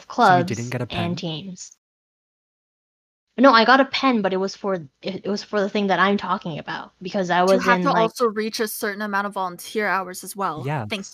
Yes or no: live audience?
no